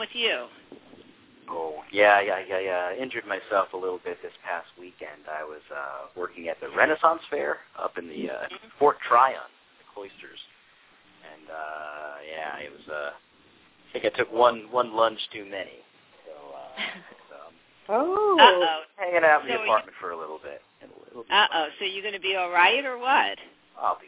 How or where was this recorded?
phone line